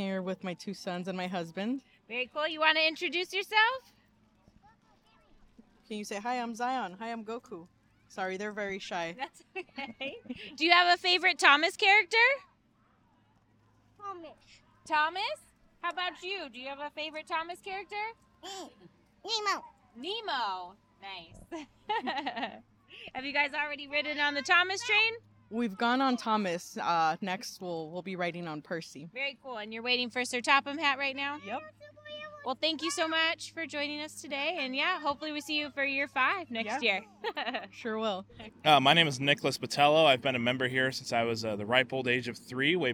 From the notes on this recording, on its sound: Todays episode comes live from the Day out with Thomas, We chat to volunteers and guest to find out what makes this years Day out with Thomas so special.